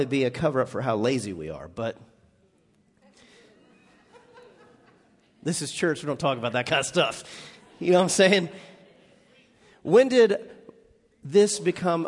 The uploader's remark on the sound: Recorded live on 10/21/18 at The Fellowship at Two Rivers.